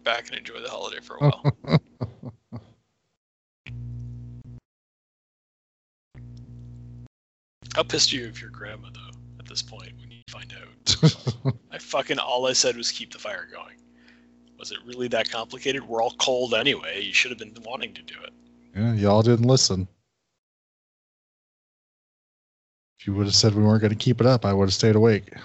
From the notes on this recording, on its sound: Technical Issues Abound! We try to bring you some horror holiday cheer but –Buffering– ing Christmas!